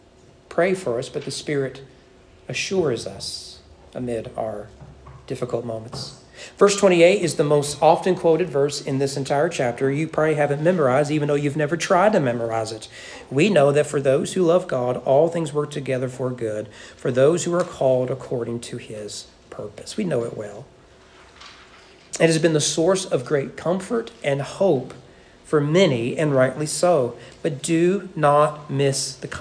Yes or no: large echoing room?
yes